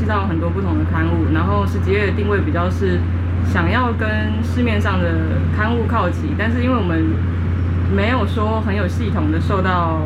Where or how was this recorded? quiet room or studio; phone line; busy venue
busy venue